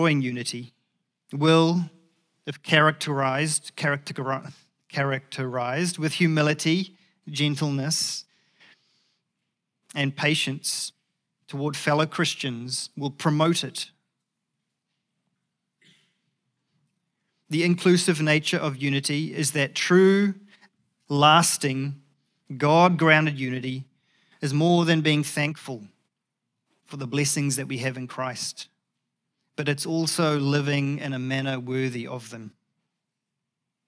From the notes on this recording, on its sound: Recorded at the Hukanui Bible Church morning service on Sunday the 20th of August 2023 during the 10:00 am service.